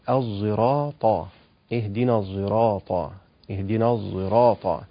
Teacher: أز هنا دي بيسموها ازاي، او الصاد المشمة صوت ازاي، او البعض يسميها يعني ازاي المجهورة او المفخمة، ازاي المفخمة، أو هي المصطلح العلمي بتاعها نقول هي إشمام الصاد صوت الزاي، يعني الصاد بحط فيها جهر